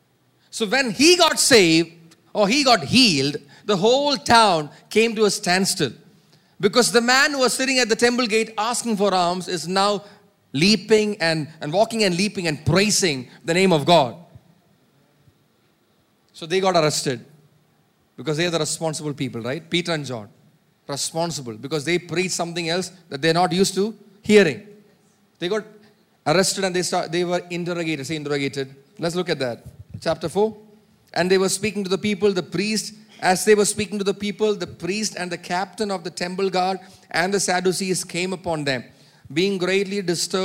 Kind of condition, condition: setting, large echoing room